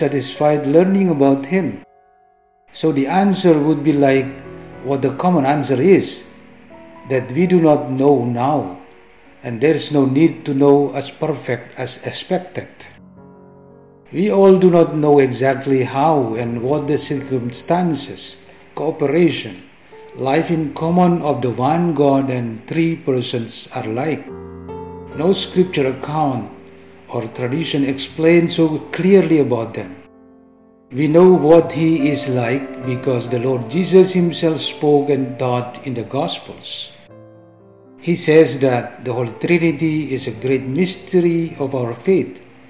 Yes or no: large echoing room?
yes